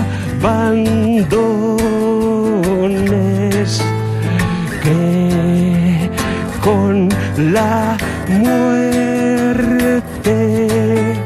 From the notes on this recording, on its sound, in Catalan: La música en directe al programa especial de la llibreria Laie. En format acústic.